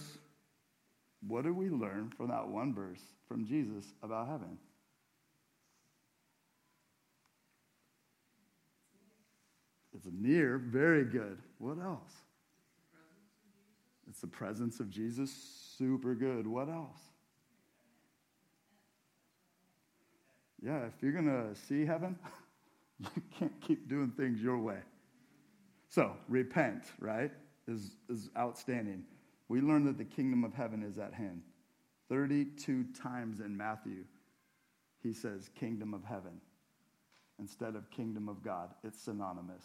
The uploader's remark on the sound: This sermon was preached at Crosswater Community Church in Sultan, WA on 9/24/23